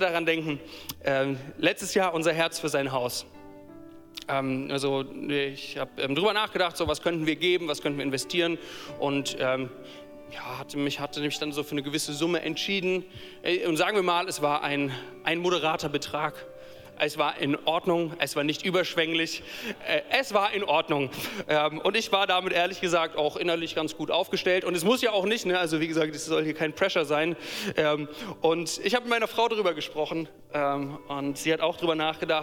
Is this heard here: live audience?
yes